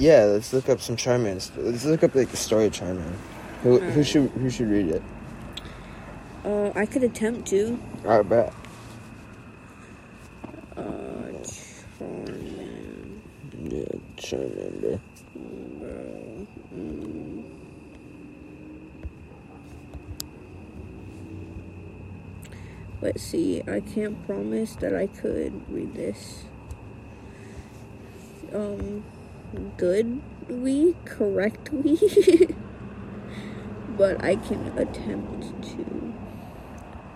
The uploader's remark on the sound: Our first episode recorded on the homie's roof & on a phone.